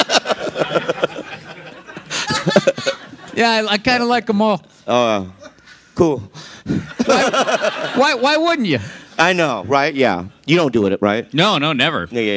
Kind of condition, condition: setting, live audience